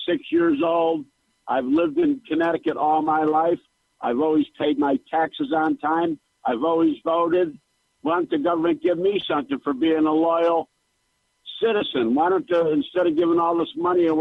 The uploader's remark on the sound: After Rants, we take some phone calls. Our objectivist friend from Australia.